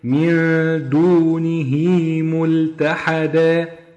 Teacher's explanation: هاء الضمير اللي هي في دوني وقعت بين حرفين متحركين، النون والميم · Term: مد الصلة